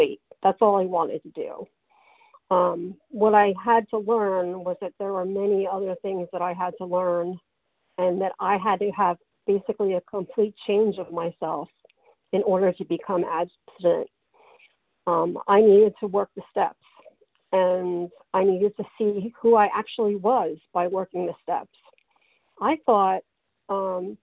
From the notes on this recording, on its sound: Qualification from the 100 Pounders Phone Meeting.